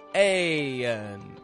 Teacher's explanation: We're making a transition from having the tongue high in the back and low in the front, getting the ah, or more of an eh sound in this case, to an N, where our tongue is low in the back and high in the front.